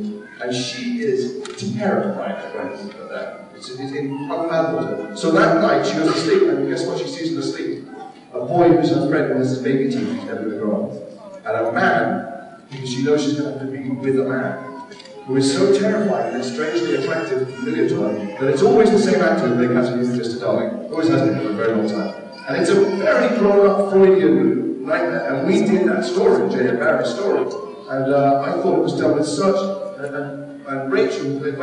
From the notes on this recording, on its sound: An abbreviated Day 3 at Salt Lake Comic Con FanXperience 2016 brings an entertaining panel